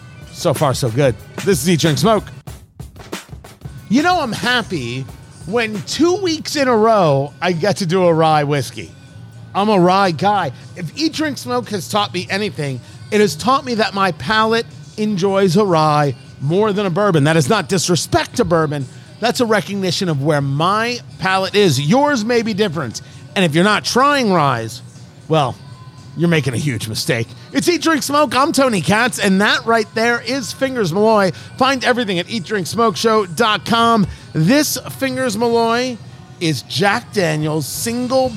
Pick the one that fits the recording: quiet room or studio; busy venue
busy venue